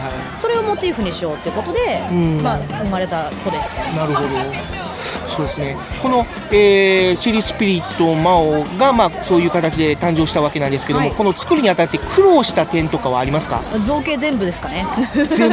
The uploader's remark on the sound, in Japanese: 今回は全編、野外収録特集でお送りいたします！3月22日に長野県の下條村で行われた地域活性イベント「ローカルヒーロー大激突！」。